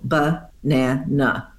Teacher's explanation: got a schwa in the first syllable and a schwa in the second syllable